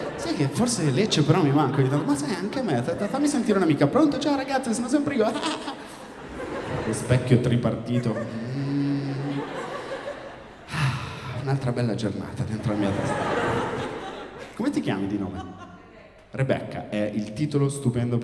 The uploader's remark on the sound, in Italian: tratto dalle serate #improv registrate presso l’università Statale di Milano, il Politecnico di Milano, l’Università Alma Mater di Bologna e l’Università di Padova